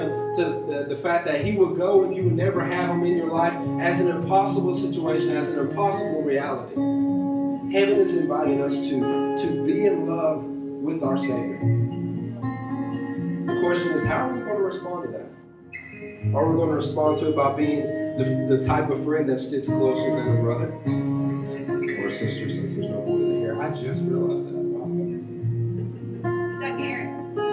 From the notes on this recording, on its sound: This is a recording (RAW and UNEDITED) of one of our youth services!